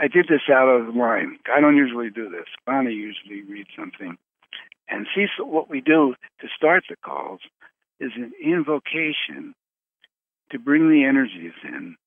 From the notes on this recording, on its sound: Conference Call LIVE.